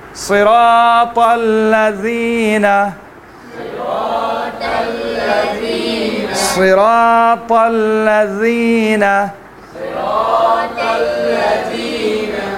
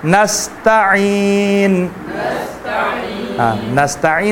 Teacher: طا کو موٹا پڑھنا ہے، تا کو کیا پڑھنا ہے؟ نازک پڑھنا ہے.